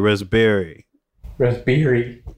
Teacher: I'm going to put the stress syllable on Barry.